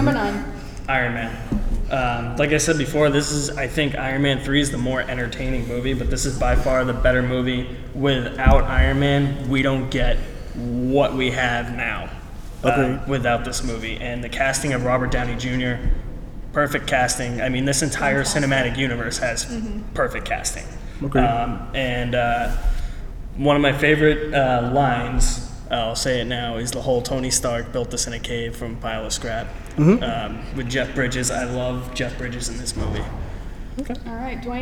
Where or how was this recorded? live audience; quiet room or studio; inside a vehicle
live audience